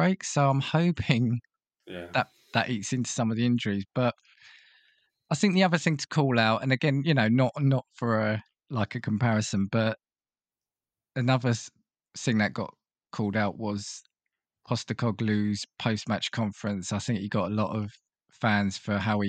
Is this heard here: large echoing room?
no